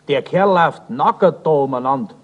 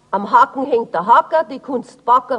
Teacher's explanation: Manches K des Schriftdeutschen erscheint bei uns in der Mundart als geschärftes, verdoppeltes G, ohne das Typische der Aussprache von K oder CK, vorausgesetzt, dass dieses K zwischen zwei Vokalen steht.